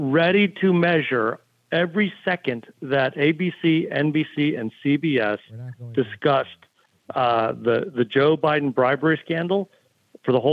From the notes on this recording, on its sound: we take your calls in open phones across America